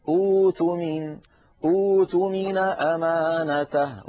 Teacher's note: فنضطر أن نحول الهمزة الساكنة إلى واو، فنقول أوتمن، أوتمن أمانته، وأعود فأقول لا نتعمد فعل ذلك، وإنما هذا بدء اختباري، بدء لمعرفة القاعدة اللغوية في هذه الكلمة القرآنية.